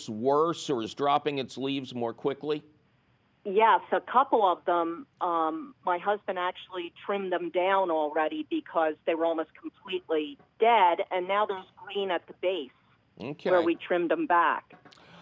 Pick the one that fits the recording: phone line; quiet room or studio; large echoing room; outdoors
phone line